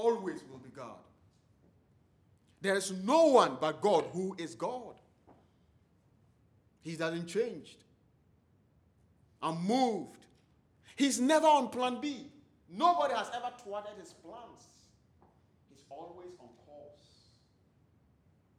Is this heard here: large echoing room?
yes